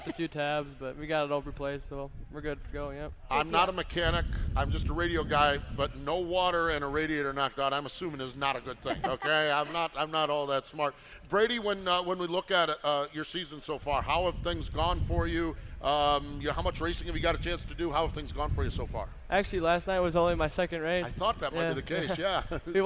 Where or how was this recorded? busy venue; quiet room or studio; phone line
busy venue